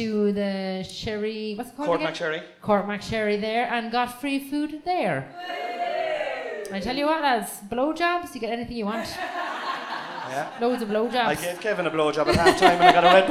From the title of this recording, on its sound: live at the CoCo Club